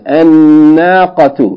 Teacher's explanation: Sun letters, al-huruf al-shamsiyah, you have to double it. Instead of pronouncing the lam, you double the letter and pronounce it twice.